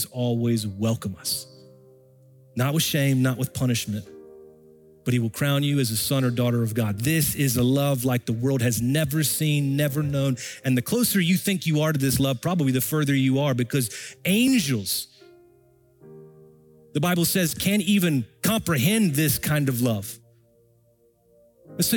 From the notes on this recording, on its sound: Recorded Live at Brookwood Church